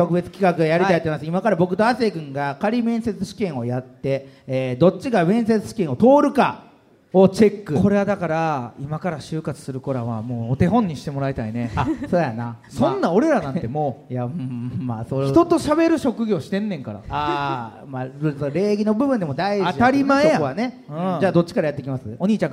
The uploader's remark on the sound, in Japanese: 京セラ本社に来ちゃいましたスペシャル』京セラで出張公開収録やりました！